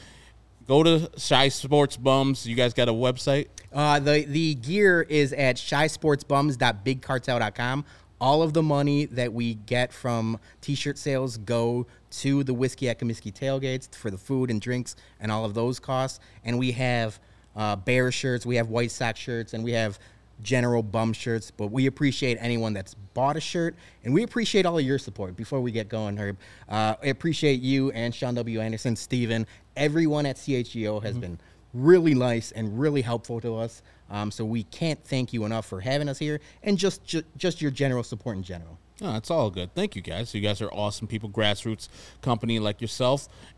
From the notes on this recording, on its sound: live from Guaranteed Rate Field